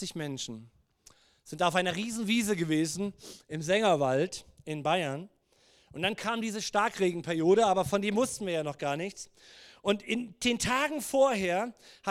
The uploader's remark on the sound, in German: Gottesdienst Predigt